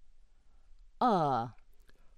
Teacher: Open mid central, unrounded, an openish schwa, reversed epsilon